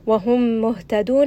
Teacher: ها is going to be from the throat. And it's going to be from the lower throat close to the chest.